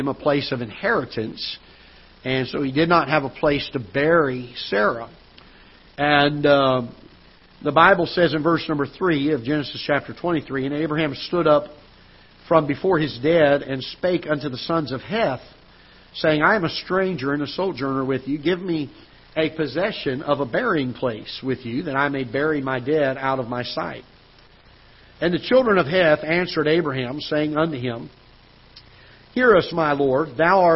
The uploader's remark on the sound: Ketha Heights Baptist Church ~ Live Broadcast